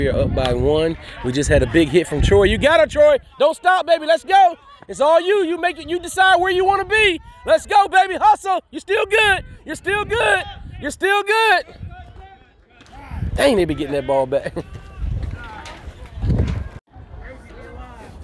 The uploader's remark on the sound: Live from the field!